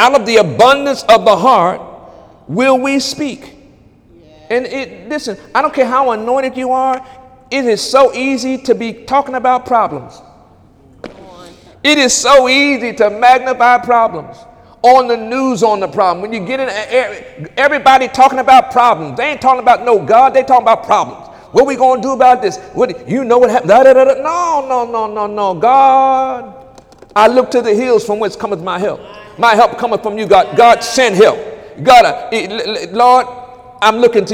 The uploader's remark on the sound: During Wednesday night service on November 8, 2017